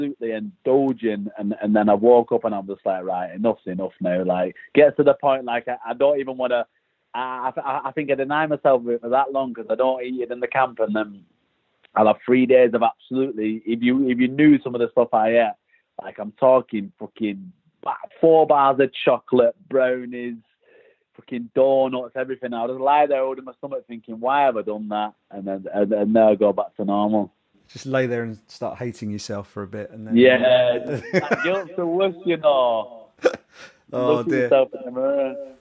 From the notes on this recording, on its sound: hopped on the phone with one of the British contingent on the Bellator MMA roster